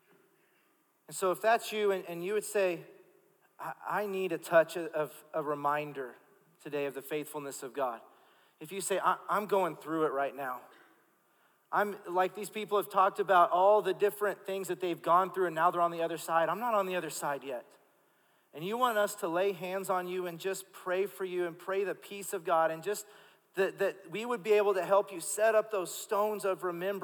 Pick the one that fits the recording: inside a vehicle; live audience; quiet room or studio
live audience